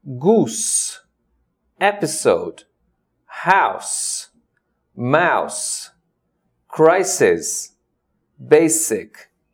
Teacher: In Portuguese, S in these words would sound like Z, whereas in some words in English, this S will sound like S.